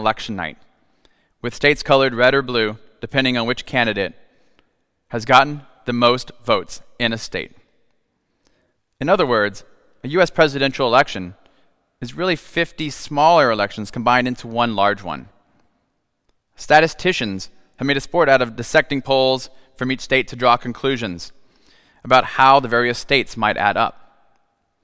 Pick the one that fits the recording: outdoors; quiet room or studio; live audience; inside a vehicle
live audience